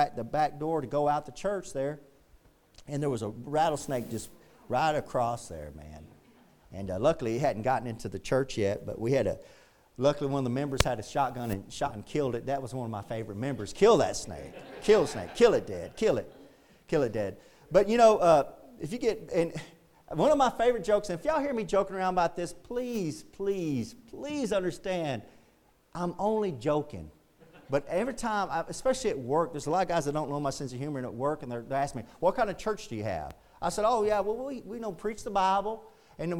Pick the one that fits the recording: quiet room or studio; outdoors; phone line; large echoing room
large echoing room